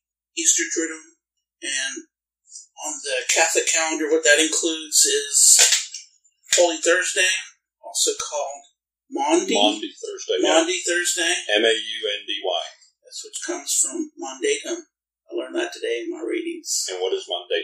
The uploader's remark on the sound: We apologize for some of the spotty sound; we were experimenting with recording on Skype.